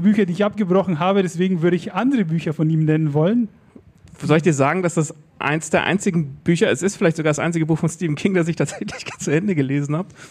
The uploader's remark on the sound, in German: LuLL Live bei der Podcast Brause am 7. Juni 2023